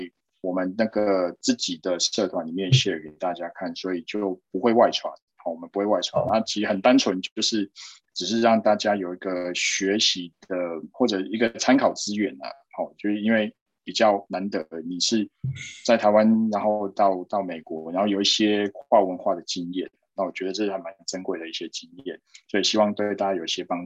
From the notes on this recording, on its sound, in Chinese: 這集內容是用線上會議平台錄製，完全沒有剪接。